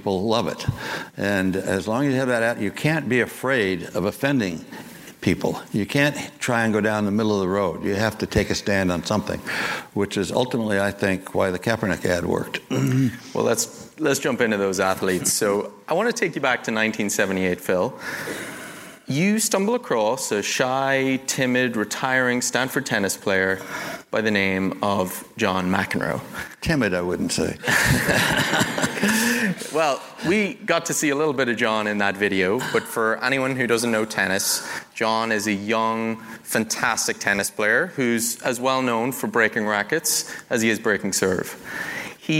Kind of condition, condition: setting, live audience